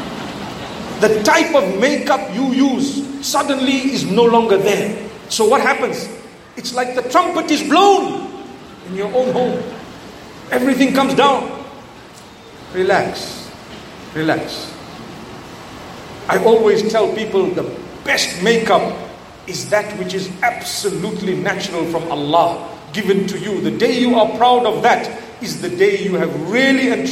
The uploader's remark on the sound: Talk delivered in Zamboanga, Philippines at the ilm Voyage Convention entitled Khairul Quroon.